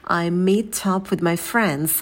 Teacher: И meet up мы соединяем, чтобы слова не звучали отдельно.